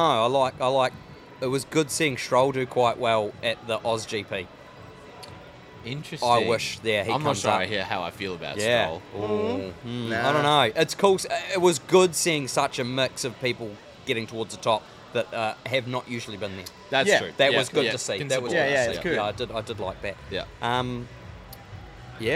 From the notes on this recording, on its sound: Coming to you LIVE from YTG Cars and Coffee! A new location filming live at our YTG Cars and Coffee event we held just a week ago, here at the showroom.